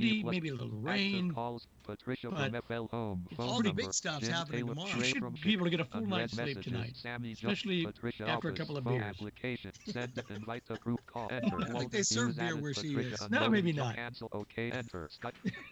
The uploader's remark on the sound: Take calls from around America and feature a recorded interview with the people who are in charge of the Glenn Miller Museum in Iowa.